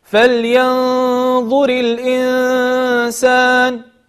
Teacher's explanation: الإنسان نون ساكنة أتى بعدها حرف السين، هذا هو يسمى حكم الإخفاء الحقيقي في النون الساكنة والتنوين